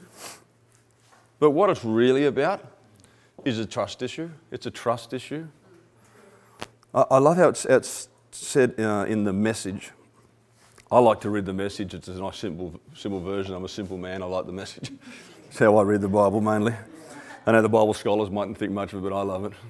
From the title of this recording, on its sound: 2016 100x Mavericks Convention Keynote Presentation